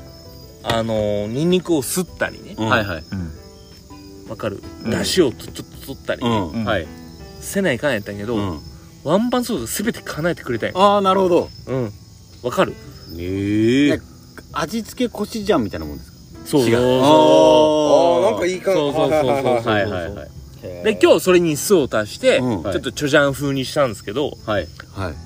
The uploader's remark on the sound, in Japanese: 福岡市西区にある唐泊VILLAGEで。収録の日はお盆だったので焚き火で先祖を迎えております。